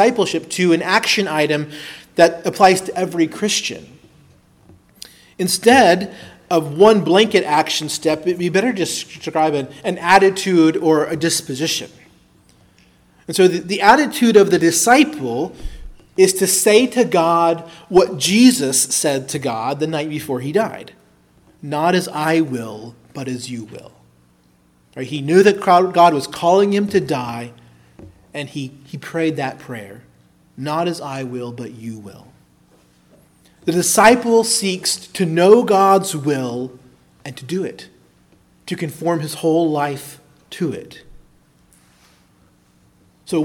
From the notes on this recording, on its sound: preached at Christ Our Savior Baptist Church